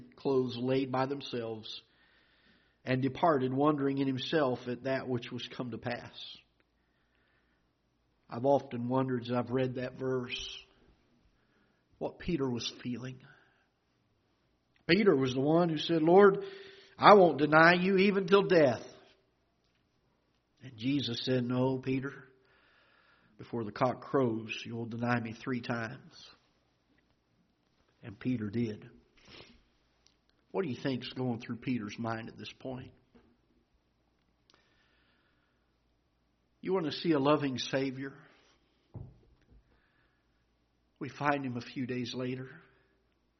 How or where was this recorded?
large echoing room